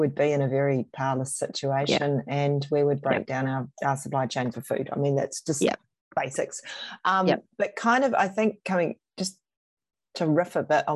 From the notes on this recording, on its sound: This is a recording from a Zoom Panel, and includes a Q&A session with the audience.